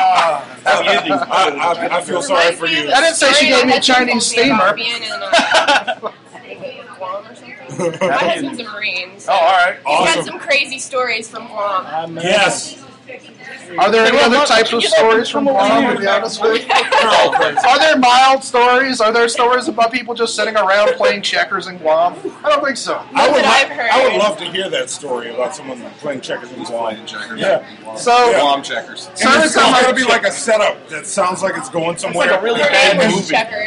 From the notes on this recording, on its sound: This episode is fairly out of control, since it takes place in a bar. Recording live from the Naughty or Nice Christmas Show at the Twist of Lime.